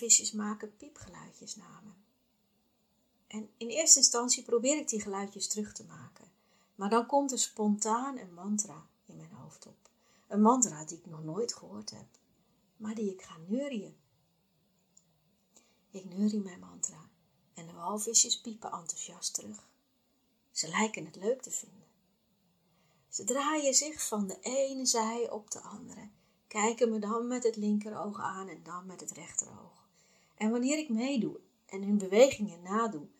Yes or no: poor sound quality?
yes